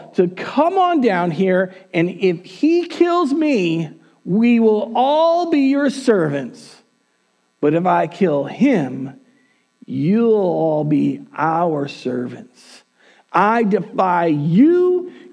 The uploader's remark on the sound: Recorded on January 17th, 2021 at Word of Life Church in Le Sueur, MN.